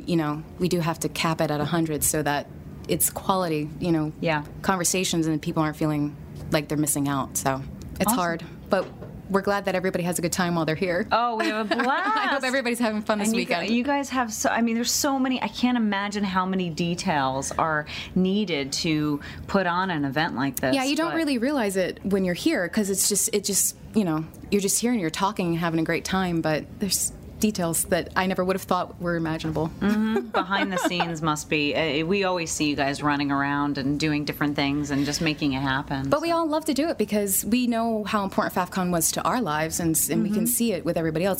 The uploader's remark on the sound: Record live with the entire Voice Over Cafe staff from Faffcon 5 : The Voiceover Unconference in Charlotte, NC! Voice Over Cafe from Faffcon: The Voiceover Unconference in Charlotte, NC. Record live with the entire Voice Over Cafe staff from Faffcon 5 : The Voiceover Unconference in Charlotte, NC!!